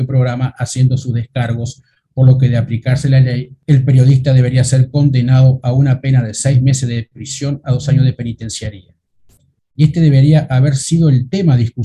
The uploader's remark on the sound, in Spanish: Mesa Redonda Virtual